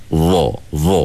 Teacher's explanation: Zaw ni ada sifat yang tebal, iaitu sifat dia panggil sifat isti'la dan juga sifat itbaq · Makhraj Zaw ni ialah sama macam makhraj Zal yang saya sebut awal tadi, iaitu hujung lidah kita kena nyentuh ujung gigi kacip atas · Term: huruf Zaw